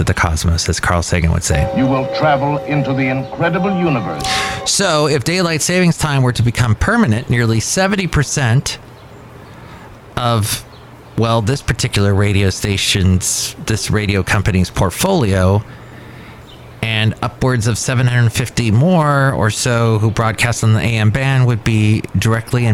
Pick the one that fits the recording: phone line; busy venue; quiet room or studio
busy venue